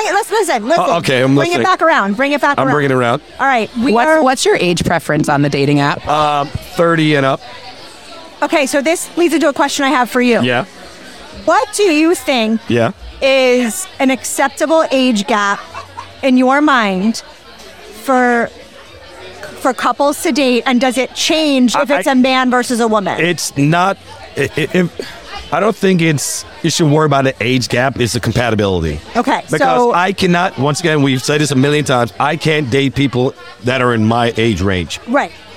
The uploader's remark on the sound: Recorded at American Social Las Olas